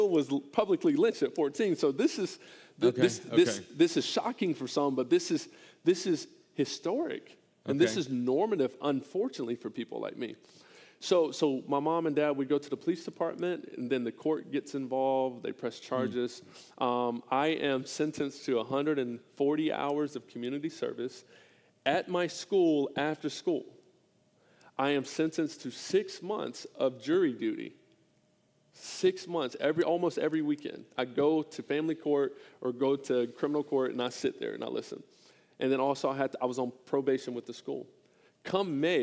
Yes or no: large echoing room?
yes